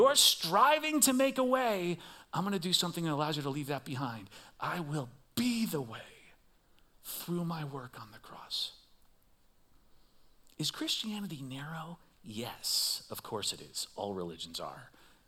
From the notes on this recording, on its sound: Recorded live at CrossWinds Church on October 22nd , 2023.